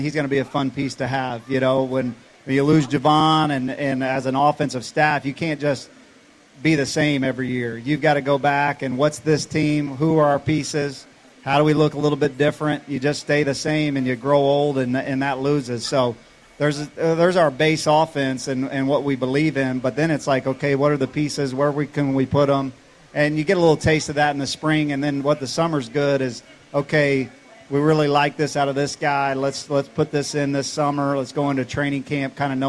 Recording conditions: outdoors